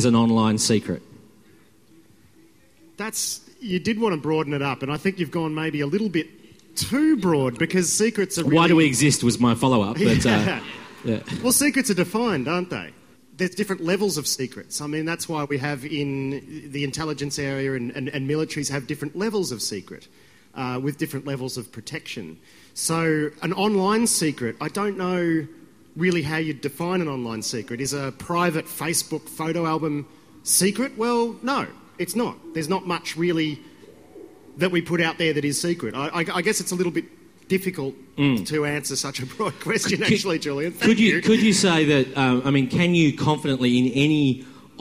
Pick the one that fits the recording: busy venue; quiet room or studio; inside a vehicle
busy venue